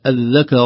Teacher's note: نرقق الذال لتساعدنا في ترقيق الكاف. لو فخمت الذال الذا ستخرج الكاف كذلك الذكر، وهذا كله ليس بفصيح ولا صحيح.